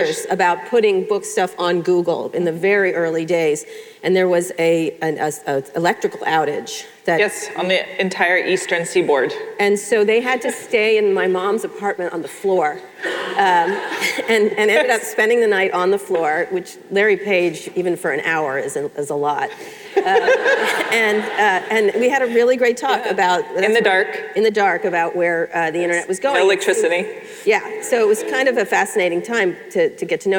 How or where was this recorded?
live audience